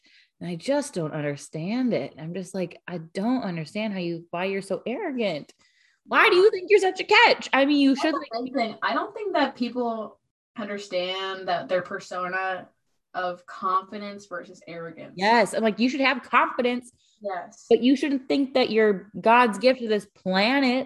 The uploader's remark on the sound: This is our first virtual podcast, so we promise the audio will be better going forward.